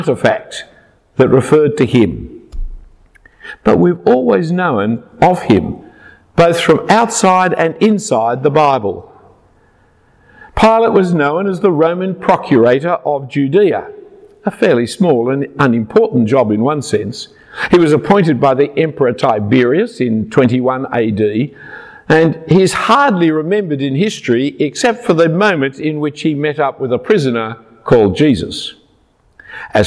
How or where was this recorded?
large echoing room